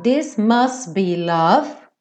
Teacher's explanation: ele também não fala must be, ele come o T